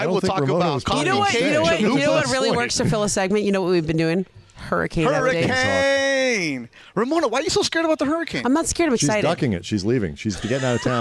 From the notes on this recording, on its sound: live from Hollywood Park Casino getting ready for the ESPN 710 Fantasy Football Draft Party!